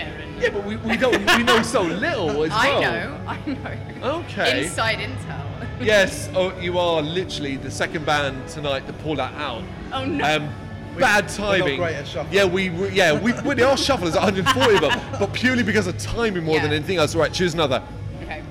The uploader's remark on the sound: Live From AoniaFest V. Live at the festival.